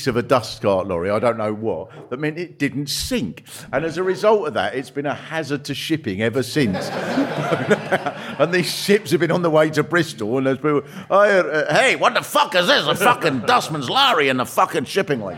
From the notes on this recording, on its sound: Record a special LIVE episode as part of the Orwell Festival. Live from The Marquis Cornwallis in Central London (just round the corner from a blue plaque celebrating Orwell).